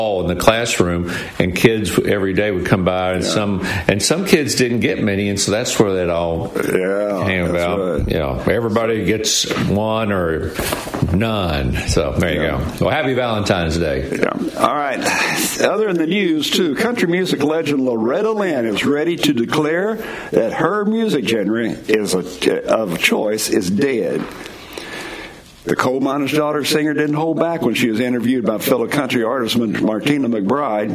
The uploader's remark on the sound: LIVE from Biltmore Estates in Asheville